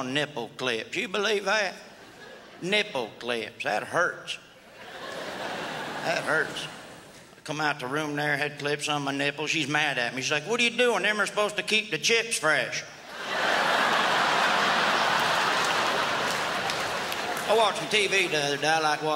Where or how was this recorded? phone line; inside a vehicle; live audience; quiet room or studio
live audience